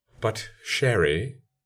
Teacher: I've exploded the T with aspiration, and therefore it's impossible for it to be connected to the fricative because it has its own separate air release · If I say, but sherry, I'm stopping and making no audible release